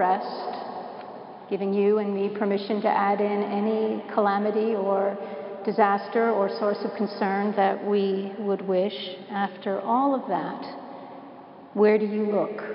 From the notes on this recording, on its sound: Preached at Washington National Cathedral